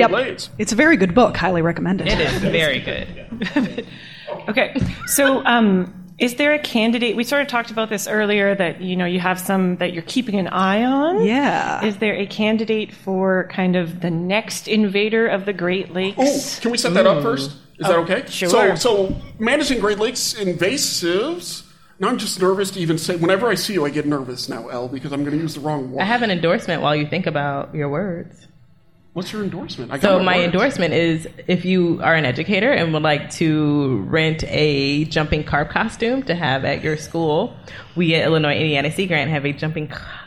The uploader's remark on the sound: We're live from the Great Lakes Sea Grant Network Meeting in Evanston, Illinois.